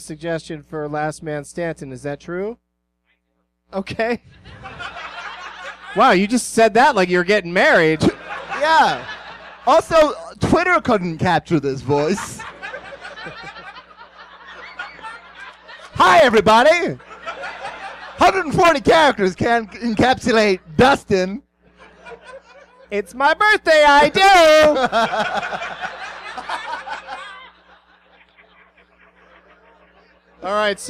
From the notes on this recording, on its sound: Live from Zanies Comedy Club in Rosemont, IL